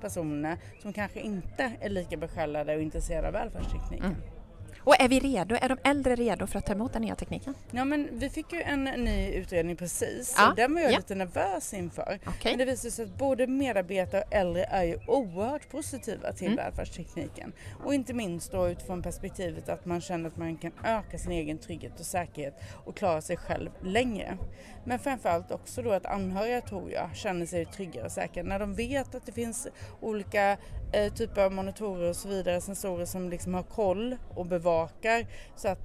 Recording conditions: busy venue